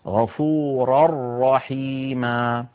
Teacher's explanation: غفورا رحيما، غفورا آخرها تنوين، رحيما أولها راء والراء من حروف الإدغام الكامل، الإدغام بلا غنة، لذلك وضعت اللجنة فوق غفورا تنوينا متعاقب متتابعا هكذا، وفوق الرأي شدة وفتحة، وفوق الرأي شدة وفتحة، دلالة هذه الشدة دلالة على أن هنا الإدغام إدغام كامل ولا يبقى شيء من النون.